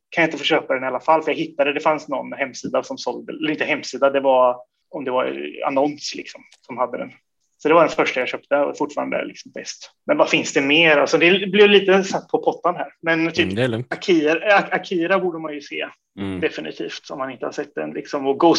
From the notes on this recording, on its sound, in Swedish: Intervjun är genomförd via Zoom.